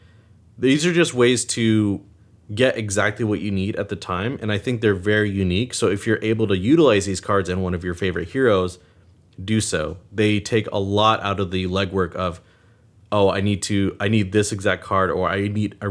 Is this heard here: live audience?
no